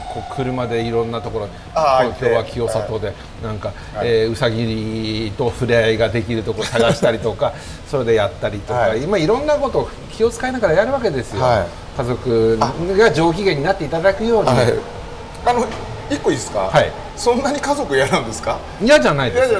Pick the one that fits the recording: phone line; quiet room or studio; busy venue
busy venue